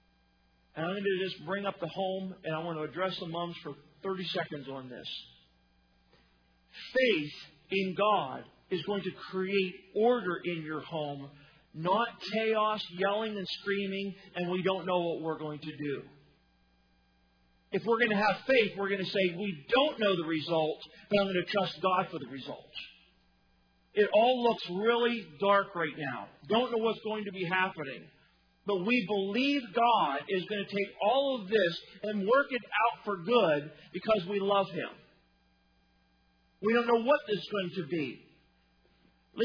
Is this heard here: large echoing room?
yes